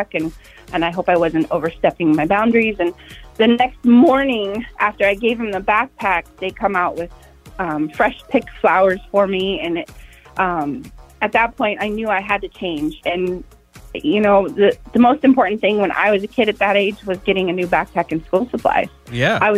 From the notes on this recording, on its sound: Called in to the show.